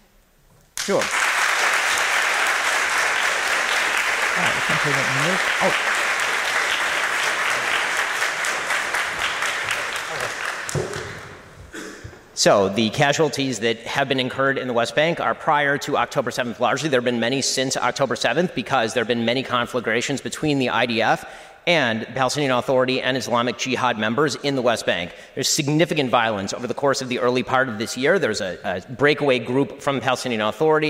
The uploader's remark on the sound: Answers questions from the audience at the Oxford Union. This is an edited version of the Debate.